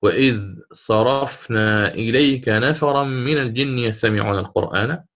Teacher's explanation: وهنا أظهر الإمام نافع برويه الذال من إذ عند حرف الصاد